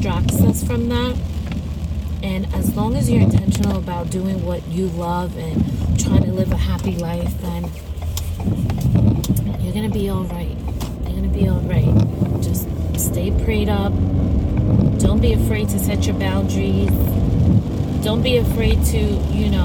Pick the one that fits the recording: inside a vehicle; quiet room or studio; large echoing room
inside a vehicle